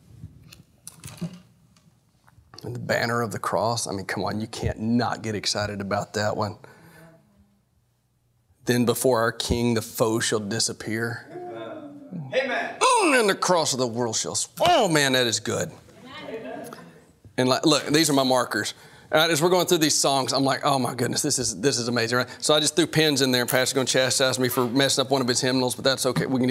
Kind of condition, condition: setting, large echoing room